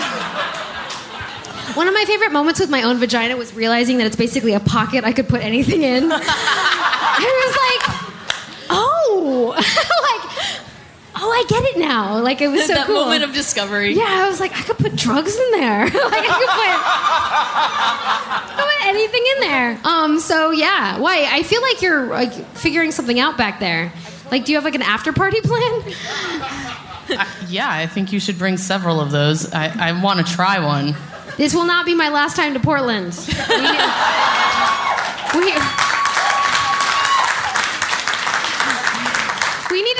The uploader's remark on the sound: LIVE in Portland